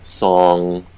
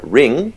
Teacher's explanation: If we're saying song, that is much more likely to be further back, whereas we say something like ring, it'll be further forward. So that variability does have to do with the vowel that precedes it.